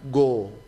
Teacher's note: Jadi pangkal lidah yang diangkat. Bukan bibir yang dibulatkan, go. Tapi apalagi huruf kh. · Term: huruf ghain